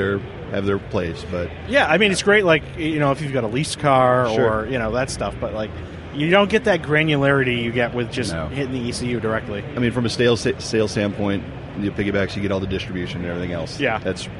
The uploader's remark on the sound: Live from the Magnaflow podcasting stage at SEMA 2018